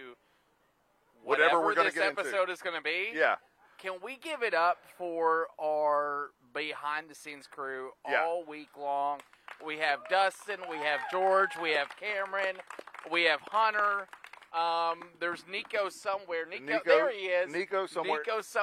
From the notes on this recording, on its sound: Broadcast live from Bonfire Taqueria in Conway for our season finale as part of WMBF First Alert Hurricane Week!